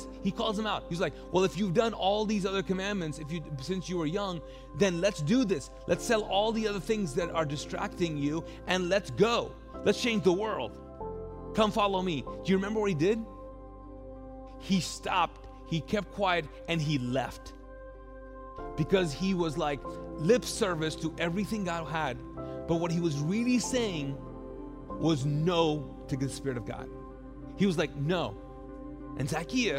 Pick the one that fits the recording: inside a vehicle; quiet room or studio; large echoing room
large echoing room